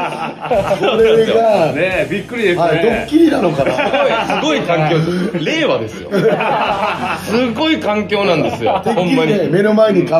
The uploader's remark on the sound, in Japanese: 本編とアフタートークのミックス。公開収録。